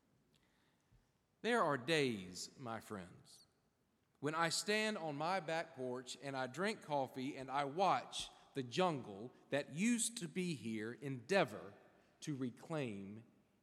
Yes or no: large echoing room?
yes